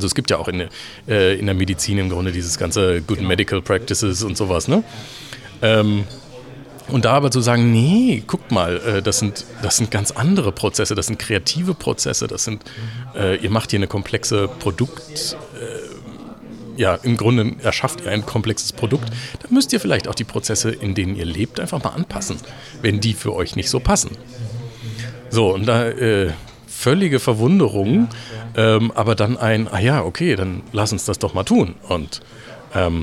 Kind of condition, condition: setting, busy venue